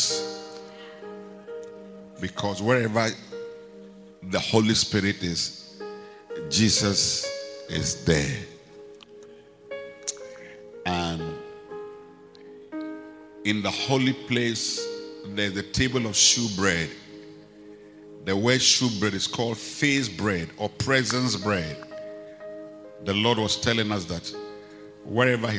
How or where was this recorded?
large echoing room